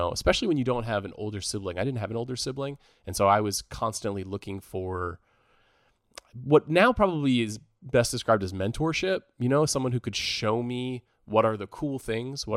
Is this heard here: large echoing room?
no